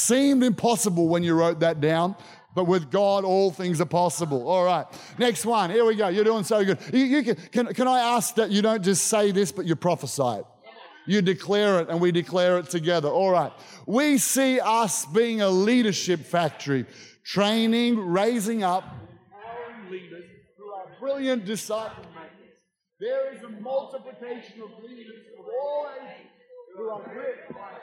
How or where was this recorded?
large echoing room